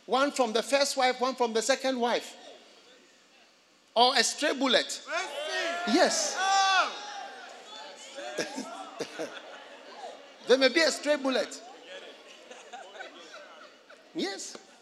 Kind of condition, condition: setting, large echoing room